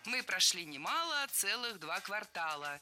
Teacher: Всегда в слове «квартал» ударяем второй слог